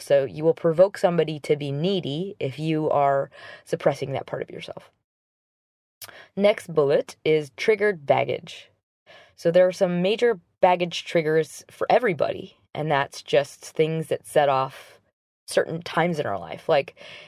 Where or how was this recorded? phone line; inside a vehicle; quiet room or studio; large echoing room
inside a vehicle